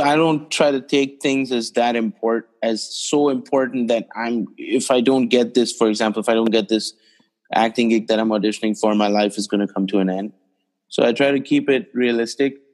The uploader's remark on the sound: Recorded on ZOOM via NYC + LA.